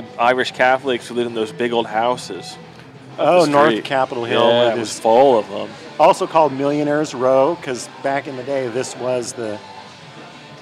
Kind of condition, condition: setting, busy venue